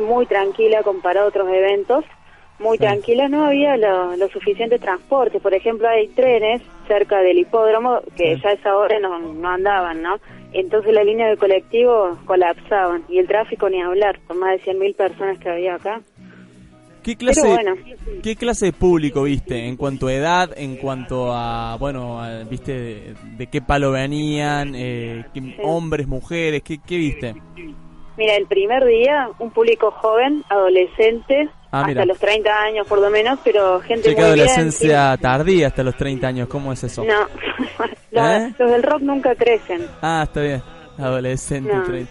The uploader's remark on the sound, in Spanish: Compartiendo telefónicamente todo lo que dejó el tradicional festival del Lollapalooza. En el Hipódromo de San Isidro.